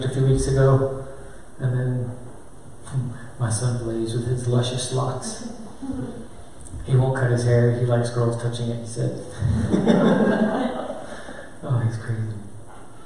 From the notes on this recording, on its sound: A session delivered to parents at a local Christian school in Oregon.